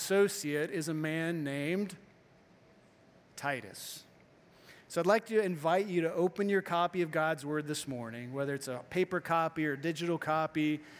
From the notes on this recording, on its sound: Morning Service-Missions Conference